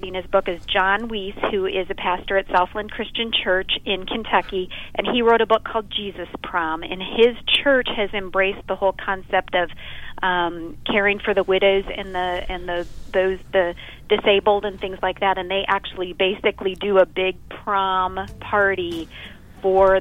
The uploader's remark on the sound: calls in and talks about what is happening live at the Christian Product Expo.